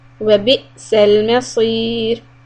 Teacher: Hamza has a sukun, a little bit of a hiccup